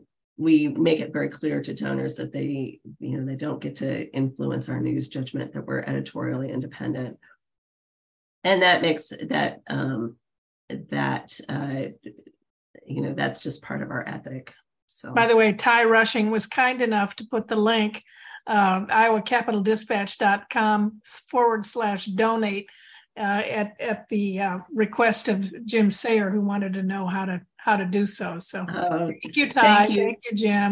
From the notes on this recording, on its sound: The Monday Zoom Lunch session. Monday Zoom lunch guests. You’ll also hear questions and suggestions from experienced journalists on the call.